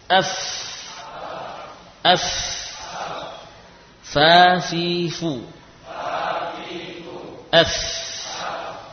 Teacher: Terakhir adalah huruf fa. Fa berasal dari bibir bawah. Bibir bawah bagian dalam, ya, dengan gigi seri atas.